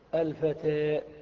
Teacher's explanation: الإمالة في اللغة الميل والانحراف، وفي اصطلاح أهل اللغة هو أن تذهب بالفتحة إلى الكسرة، وأن تذهب بالألف إلى الياء، يعني أن تنطق الألف نطقا متوسطا بين الألف وبين الياء